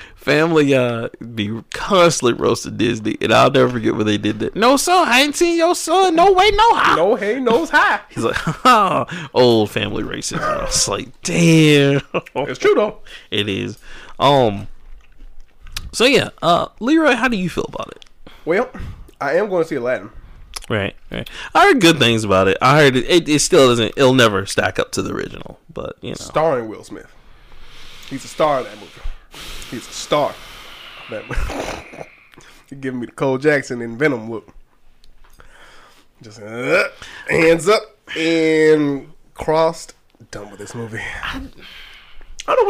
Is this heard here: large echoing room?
no